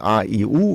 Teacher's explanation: Aber ich klinge ein bisschen dumpfer, ich klinge etwas mehr in mir drin und es fehlt die Dynamik in der Lautstärke und auch in allen anderen Dingen. · Term: Zähne mal zusammengepresst